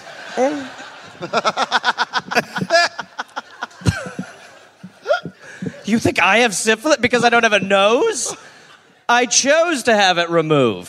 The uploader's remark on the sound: Live in Melbourne